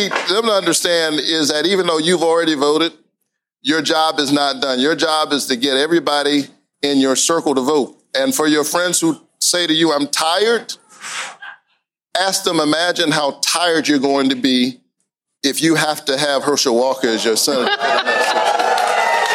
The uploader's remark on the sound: live and in person from the legendary Manuel’s Tavern in Atlanta